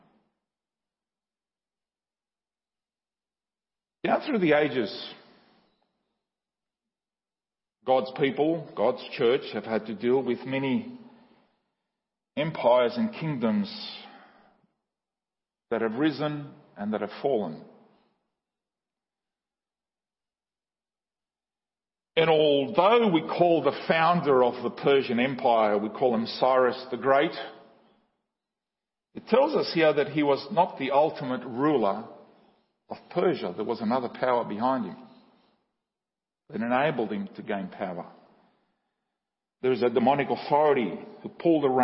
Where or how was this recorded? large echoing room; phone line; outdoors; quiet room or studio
large echoing room